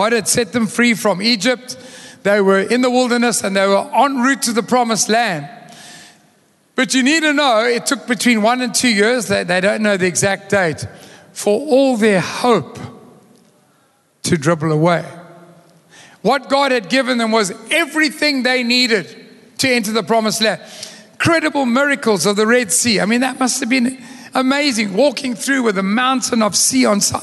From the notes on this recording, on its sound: Recorded live on Sunday the 19th March 2023